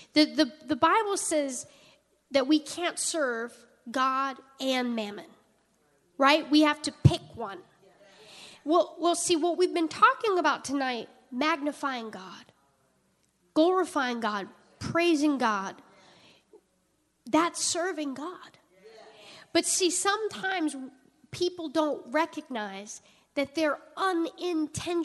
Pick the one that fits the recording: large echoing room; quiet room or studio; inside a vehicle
large echoing room